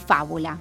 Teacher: esdrújulas, el acento está en la antepenúltima sílaba, como en fábula.